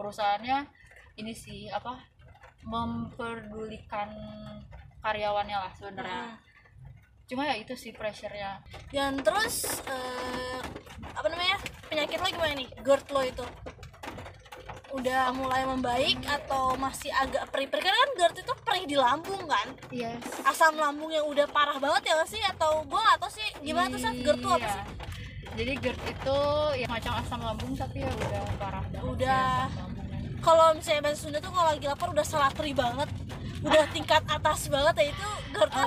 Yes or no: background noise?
yes